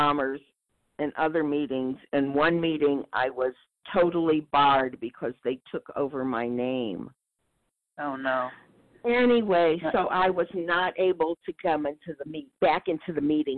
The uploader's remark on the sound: 100 Pounders Phone Meeting